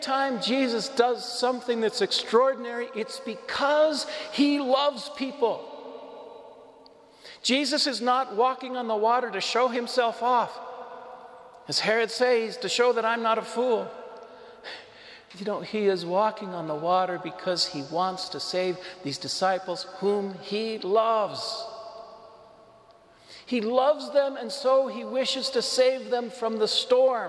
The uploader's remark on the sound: This homily was delivered to the Saint Francis Catholic Community in Cuenca, Ecuador.